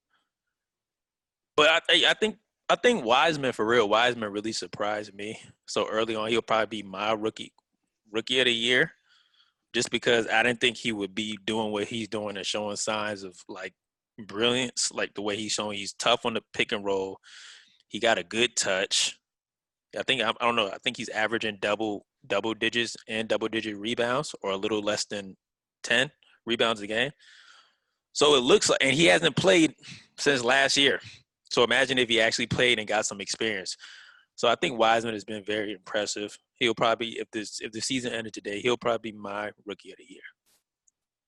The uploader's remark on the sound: The three record this podcast virtually!